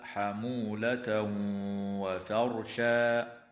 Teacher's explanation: ويدغم التنوين في الواو مع الغنة بمقدار حركتين في قول الله تعالى: حمولة وفرشا.